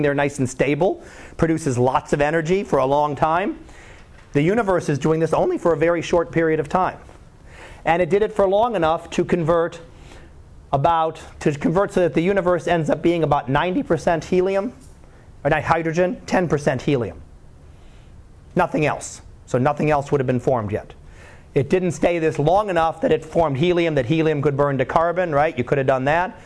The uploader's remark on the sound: Live Class Lecture